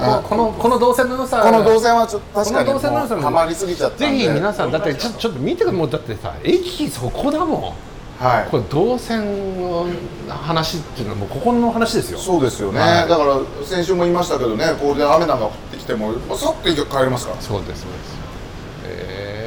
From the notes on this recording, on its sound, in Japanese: STAND KIYOSUGU 大井町店 にてサウナ上がりの収録。大井町飲み屋街の入口にあるこちらで。